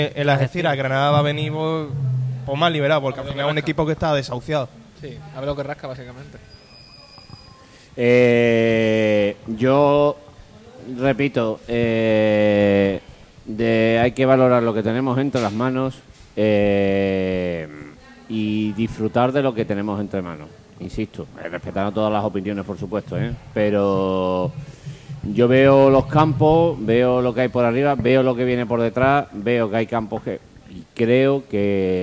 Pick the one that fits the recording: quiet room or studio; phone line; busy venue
busy venue